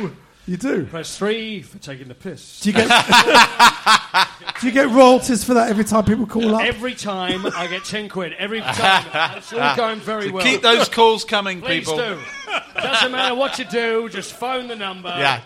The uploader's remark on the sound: SpursShowLIVE. Exclusive live podcast for Spurs Show Season Ticket holders. We recorded three podcasts on the night (not bad value for a fiver a seat!).